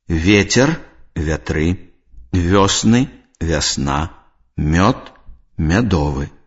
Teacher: Адной з асаблівасцяў беларускай мовы з'яўляецца яканне, супадзенне галосных «е-ё» з галосным «я» пасля мяккіх зычных, у першым перад націскным складзе.